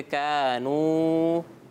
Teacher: واو ساکن سے پہلے پیش تو واو مدہ تو اس کو کھینچیں گے